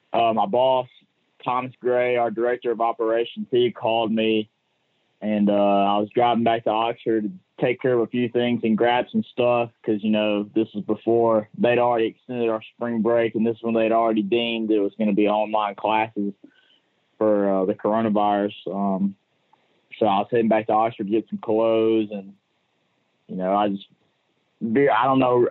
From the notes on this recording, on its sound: on the Modern Woodmen phone line